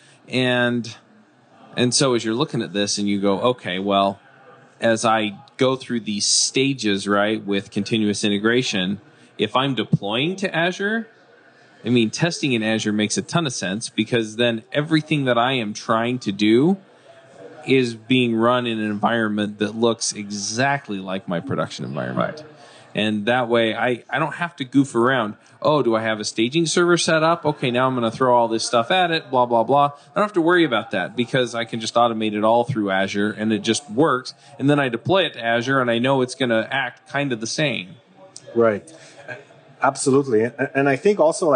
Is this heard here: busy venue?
yes